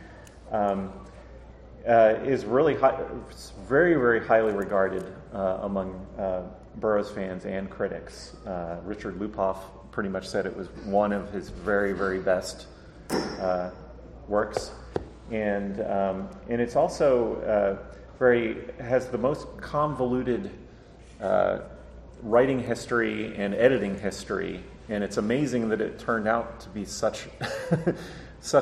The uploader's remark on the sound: PulpFest 2023. The panel was part of ERB Fest.